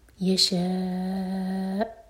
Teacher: جب حمزہ پر رکیں تو کٹ آف ساؤنڈ اور حمزہ کی آواز آنی چاہیے